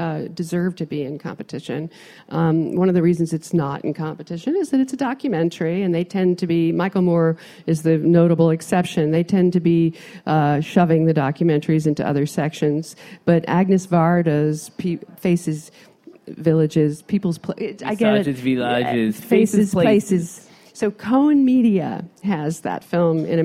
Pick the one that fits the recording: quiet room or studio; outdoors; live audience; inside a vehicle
live audience